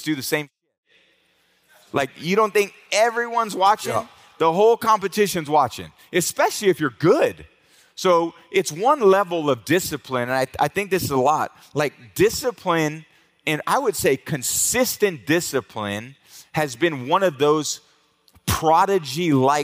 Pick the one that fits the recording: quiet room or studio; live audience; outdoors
live audience